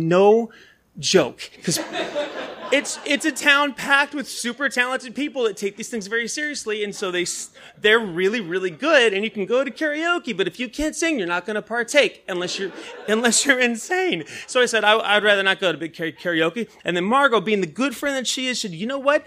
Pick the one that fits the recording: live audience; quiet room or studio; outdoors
live audience